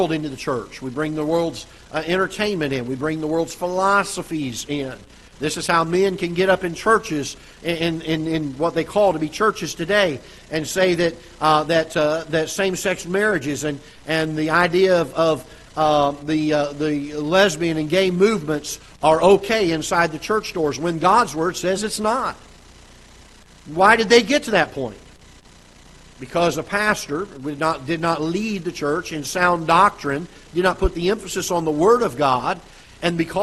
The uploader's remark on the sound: Ketha Heights Baptist Church ~ Live Broadcast.